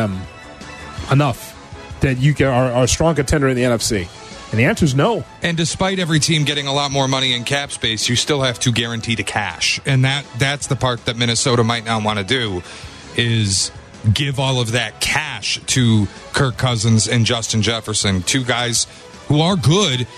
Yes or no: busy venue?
yes